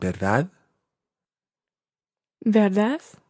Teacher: It's almost got a silent D on the end.